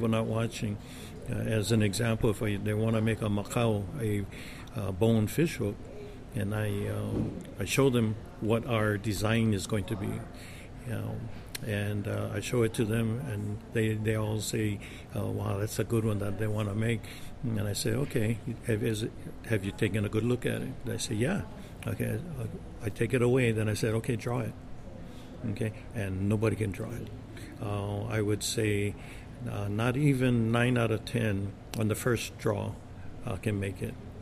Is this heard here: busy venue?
yes